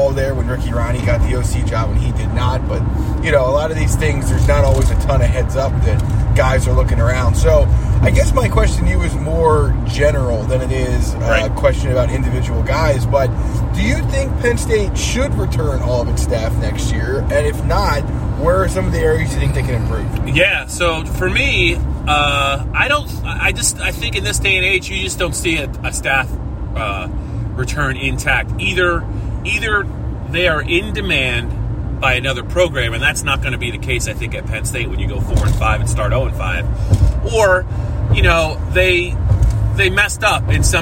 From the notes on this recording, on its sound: Talk about the latest on the Lions while driving home from Beaver Stadium after the PSU-Illinois game.